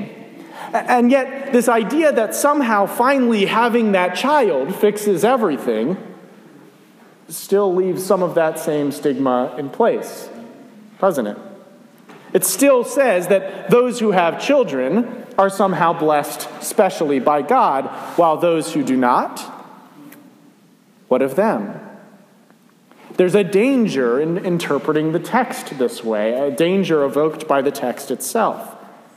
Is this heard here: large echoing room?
yes